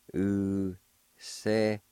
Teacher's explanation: In the first part, there's a faint H sound right before the L